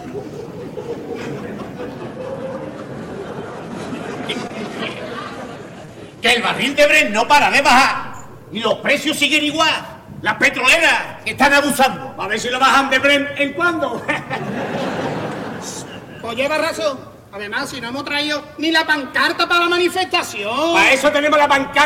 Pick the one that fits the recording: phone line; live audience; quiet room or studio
live audience